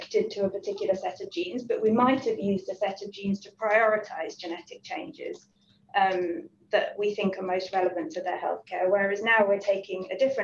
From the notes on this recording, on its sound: We are taking you back to the Reanalysis Webinar for Participants.